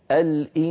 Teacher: أنا أنطق غنة من الخيشوم ولكن فمي موضوع على مخرج السين من غير ضغط، فمي موضوعا على مخرج السين من غير ضغط.